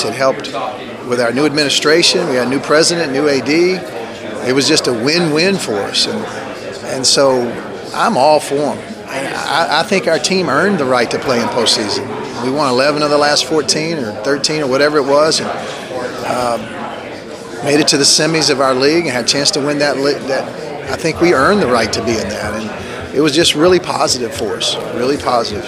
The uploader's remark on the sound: at 2019 Big South Media Day